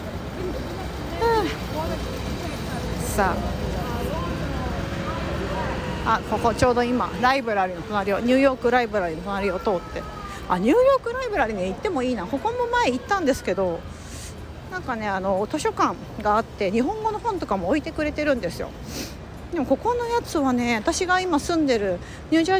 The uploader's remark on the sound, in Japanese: 雑談LIVEニューヨークを歩きながら、たわいもない話。